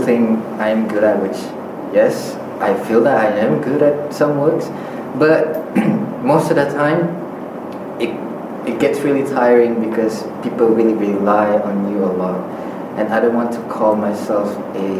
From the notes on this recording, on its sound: With future teachers of Institut Pendidikan Guru Kampus Tun Abdul Raza (IPGKTAR) in Kuching, Malaysia Borneo. We had just finished a workshop on making for wellbeing and wellbeing for making. This episode is recorded on one microphone, so there are a few little moments of quiet.